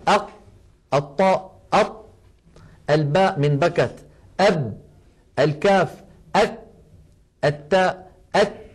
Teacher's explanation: تجد بأن المخرج قد انقفل تماما · Term: الشدة